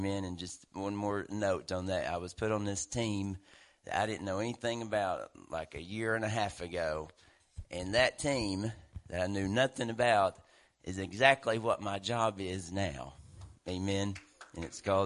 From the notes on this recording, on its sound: WELCOME TO OUR LIVE SERVICE. Family Worship Center in Athens Tennessee. Stream our music live over the internet.